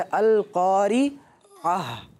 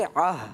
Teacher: और जब गोलता पर आप रुकते हैं, स्टॉप करते हैं, वक्फ करते हैं, तो उस गोलता को आप हा बना देते हैं, हा साकिन बना देते हैं